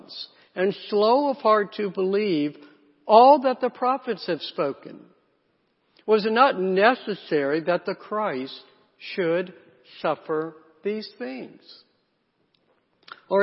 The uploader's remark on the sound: Sunday messages from Lake Oconee Presbyterian Church (PCA) in Eatonton, GA.